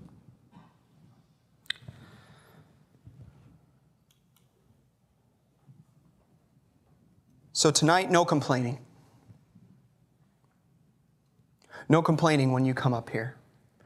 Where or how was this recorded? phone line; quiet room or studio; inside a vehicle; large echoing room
large echoing room